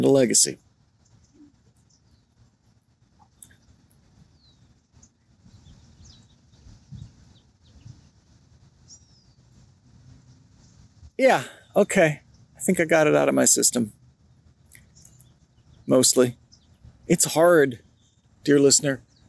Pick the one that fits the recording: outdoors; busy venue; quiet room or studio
outdoors